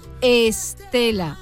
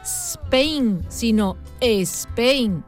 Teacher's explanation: En latín se escribía stella y se pronunciaba con S líquida, es decir, stella, un sonido antipático y difícil de pronunciar para nuestros antepasados, que le plantificaron una E protética por delante, una prótesis, una muleta, vaya, una vocal donde apoyar esa S.